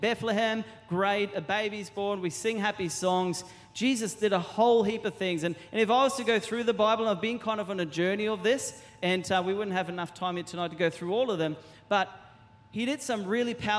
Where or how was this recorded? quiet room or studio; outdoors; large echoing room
large echoing room